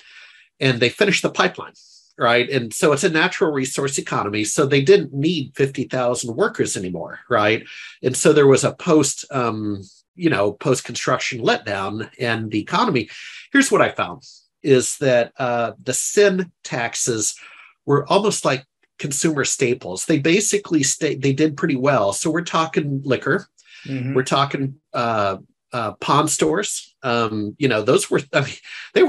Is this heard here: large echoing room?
no